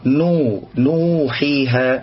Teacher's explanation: فهنا الواو المادية جاء قبلها مضموم